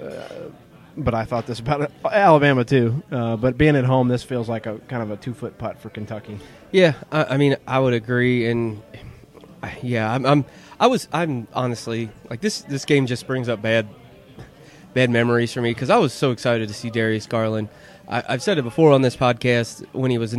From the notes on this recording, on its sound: Recorded their 100th episode at the Lexington location of Skyline Chili on Richmond Rd.